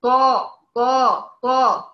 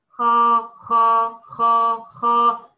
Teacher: يبقى في الطاء استعلاء اقوى واعلى، استعليت باقصى لسان، وسط اللسان، طرف اللسان، فاتفخم معايا الصوت اعلى واقوى · Shown in: first take